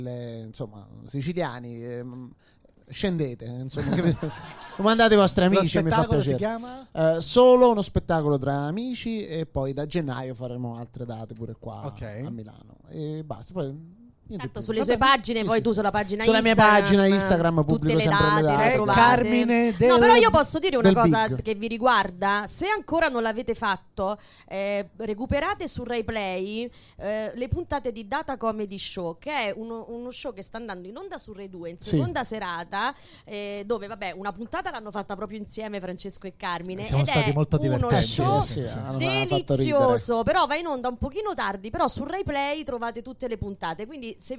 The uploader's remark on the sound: Live dal GhePensiMi di Milano